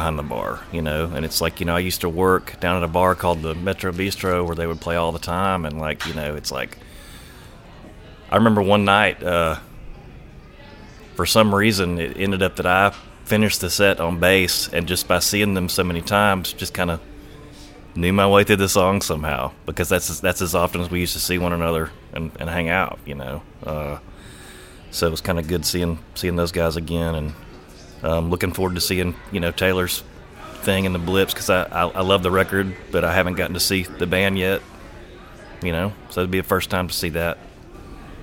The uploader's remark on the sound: At Avondale Brewing in Birmingham, AL for Brewzapalooza.